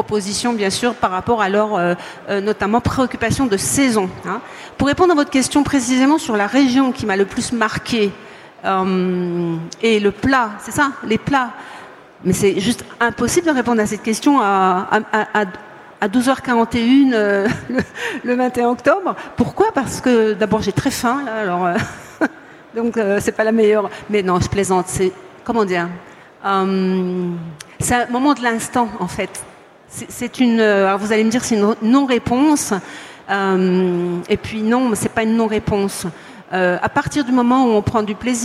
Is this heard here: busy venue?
yes